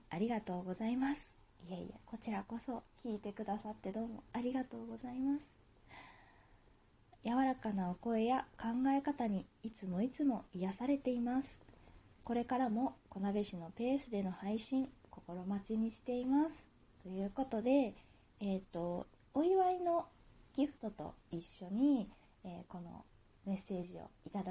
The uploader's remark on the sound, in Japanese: 自宅でスマホによる収録のため様々な騒音が収録されています。